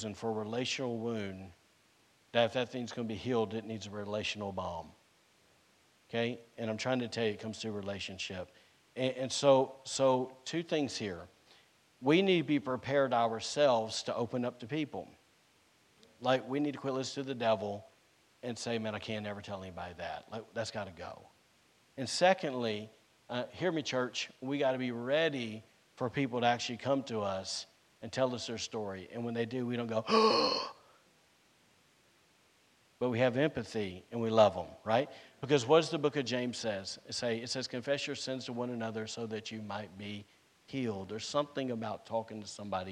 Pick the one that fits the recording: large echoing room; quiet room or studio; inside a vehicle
large echoing room